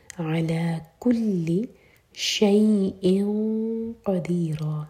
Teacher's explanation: حمزہ کی تنوین کے بعد قاف تو اخفاء قاف کے لیے ہیوی اخفاء ہوگا